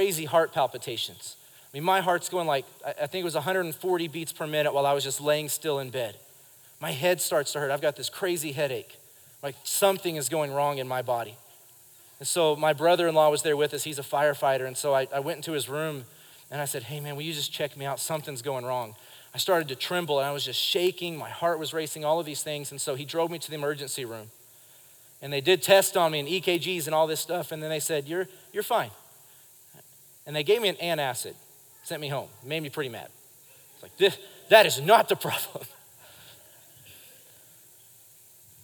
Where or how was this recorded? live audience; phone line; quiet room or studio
live audience